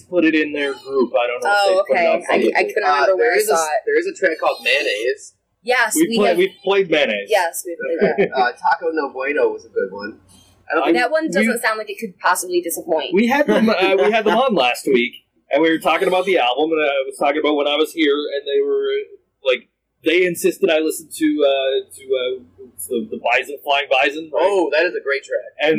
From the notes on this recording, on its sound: We visited the vaunted Noiseland Arcade yesterday